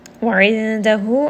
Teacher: Wa'indahu, ayn is going to be from the middle of the throat, and this is going to be ikhfa. So we are going to merge this noon sound or hide this noon sound within the next letter, which is the letter dal. Ayindahu, this is a 2-count mad.